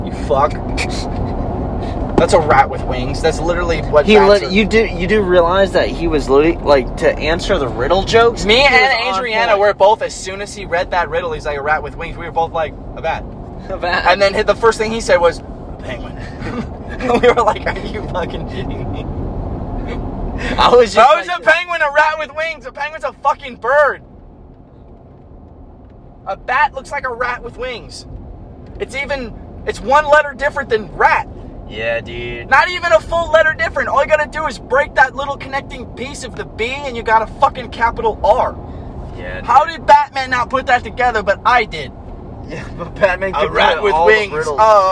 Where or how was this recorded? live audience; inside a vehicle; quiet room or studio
inside a vehicle